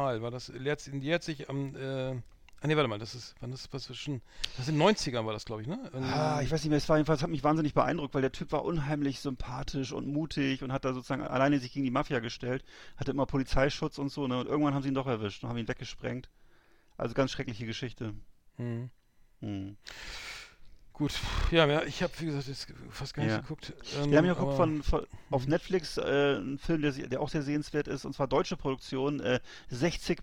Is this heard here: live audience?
no